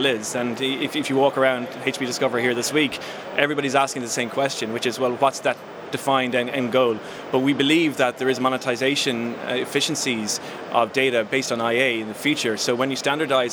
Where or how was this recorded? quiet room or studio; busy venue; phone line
busy venue